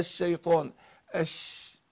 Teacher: في مسافة ممر بيطلع منه التفشي اللي هو صوت الشين